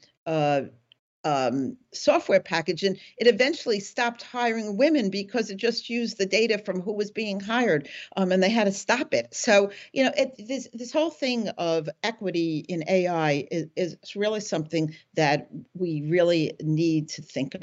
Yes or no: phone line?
no